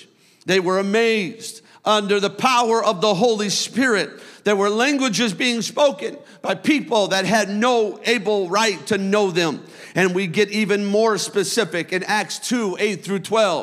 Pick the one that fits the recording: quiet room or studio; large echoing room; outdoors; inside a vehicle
large echoing room